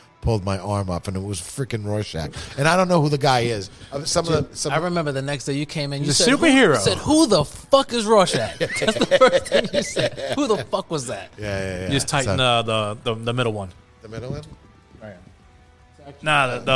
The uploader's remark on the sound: recorded in the back of Brooklyn’s famous heavy-metal bar Lucky 13 Saloon